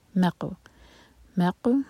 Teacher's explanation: मक़, तो जब क़ाफ़ से जोड़ें तो मीम को लाइट रखें, मक़ नहीं होना चाहिए। मक़, मक़ क़ाफ़ हलक से और क़ाफ़ पर क़लक़ला